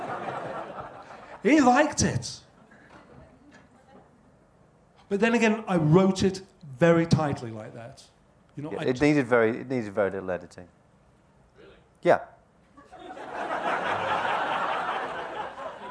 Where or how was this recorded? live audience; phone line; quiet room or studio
live audience